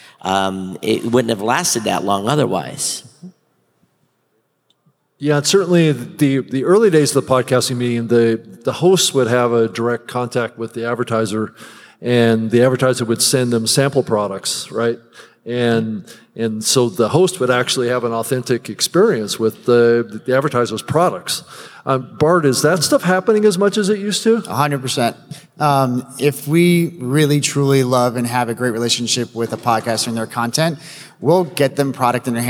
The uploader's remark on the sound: in-person live on stage at Podcast Movement